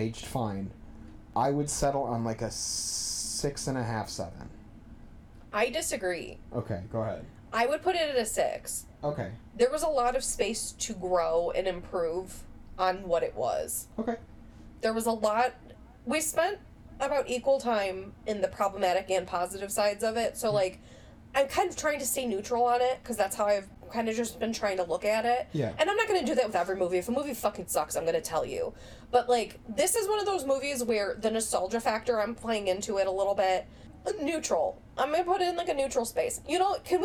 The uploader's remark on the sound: Just ignore the weird background bongo noise. Sound like they're in a tin can.